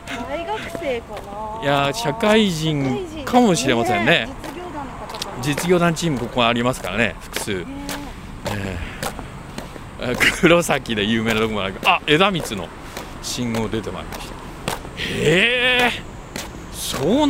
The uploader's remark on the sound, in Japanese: アウトレットを歩く／ジ・アウトレット北九州。鳴り物入りで開業したジ・アウトレット北九州（北九州市）。オープン３カ月の様子を施設の境界線を歩きながら伝える。